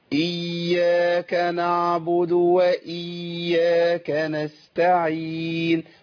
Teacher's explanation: خف شوية عن الياء، أصل الياء حرف ضعيف ولما يشدد في ثقل لكن ما وصلوش للعنف دوت، لأن كمان باجي على حساب الياء الساكنة اللي هي فيها رخاوة.